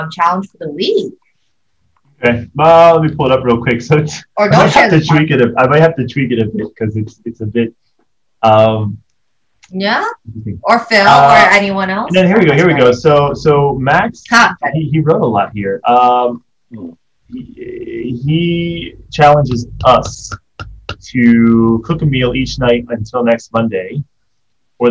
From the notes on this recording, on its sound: Due to the situation in Hong Kong, we are doing our 1st Zoom meeting.